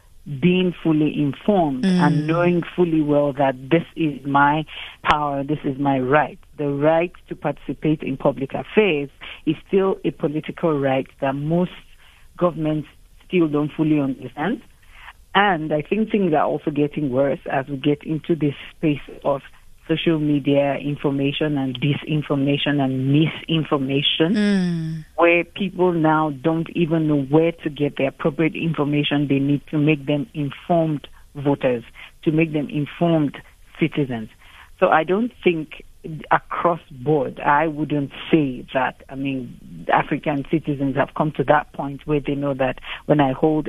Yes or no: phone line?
yes